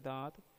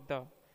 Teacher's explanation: ये हिंदी की अल्प प्राण सघोष स्पर्श दंत ध्वनि है